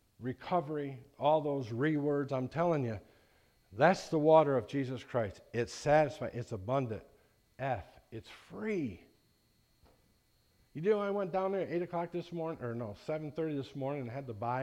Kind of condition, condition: setting, large echoing room